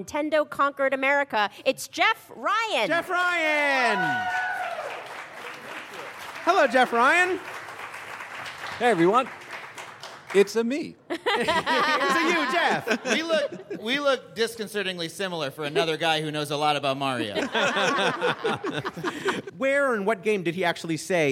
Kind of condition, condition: setting, busy venue